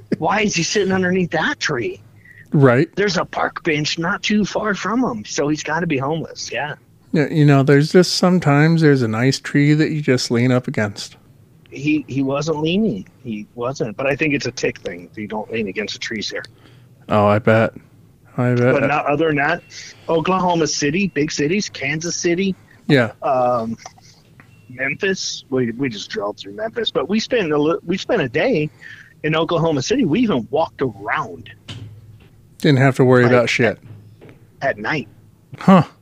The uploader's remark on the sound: On the phone